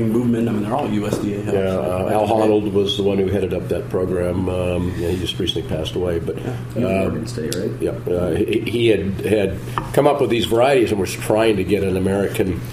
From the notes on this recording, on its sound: Recorded off-site at Jimmy's No.